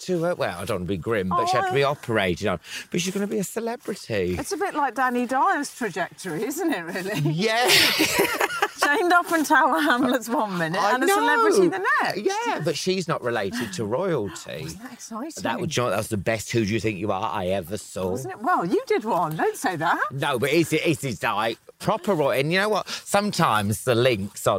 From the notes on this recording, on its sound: while walking their dogs